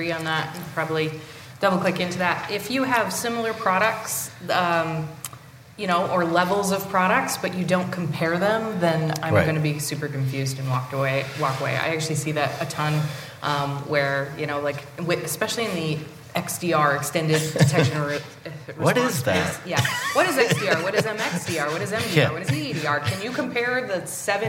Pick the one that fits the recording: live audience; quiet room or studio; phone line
live audience